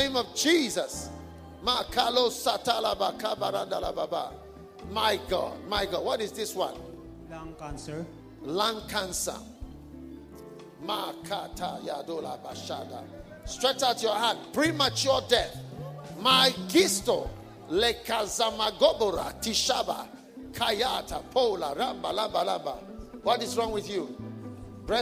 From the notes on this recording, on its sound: Preached during a pastors' and leaders' conference at the Cathedral of praise in Manilla Philippines.